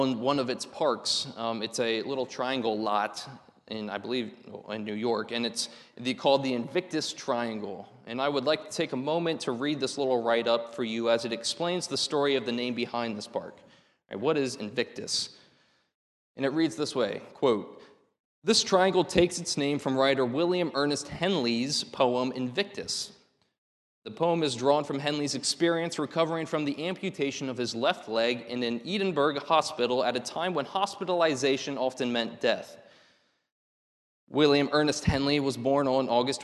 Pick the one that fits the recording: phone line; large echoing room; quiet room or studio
large echoing room